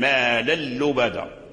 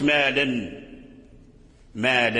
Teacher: دخل التنوين في اللام إدخالا كاملا · Shown in: first take · Term: إدغام كامل